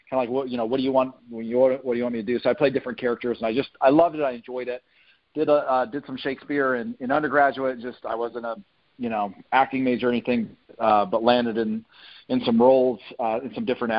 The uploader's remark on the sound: On the phone with Actor, Writer & Director